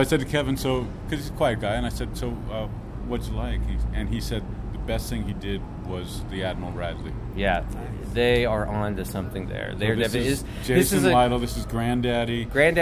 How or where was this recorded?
outdoors